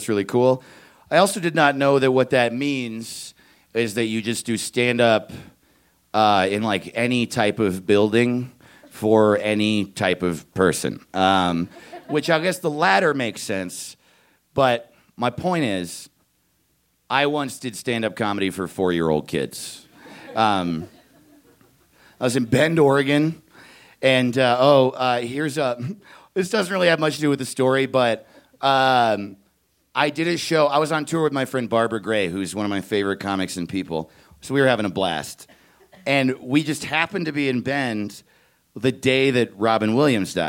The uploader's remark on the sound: He stopped by The Narrators Denver to share this story. Recorded live on 20 December 2017 at Buntport Theater in Denver, Colorado.